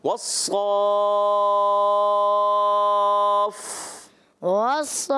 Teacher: فا کو آپ نے مشدد رکھنا ہے آپ کا ساکن رہتا ہے